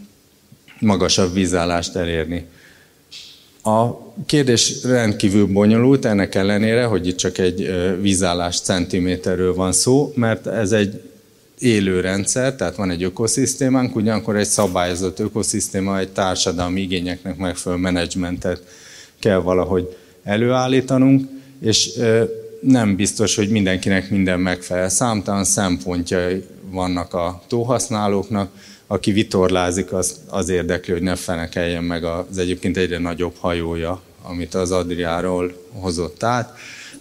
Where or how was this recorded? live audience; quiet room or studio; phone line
live audience